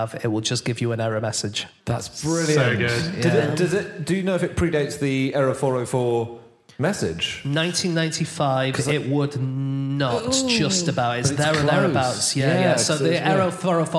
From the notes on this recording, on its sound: Live from Chesterfield